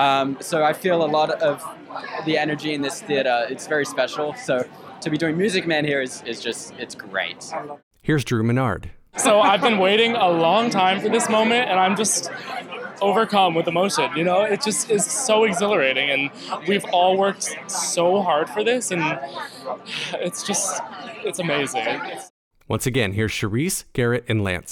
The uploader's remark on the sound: Opening Night Red Carpet Interviews. Join me live on the red carpet for the opening night of The Music Man!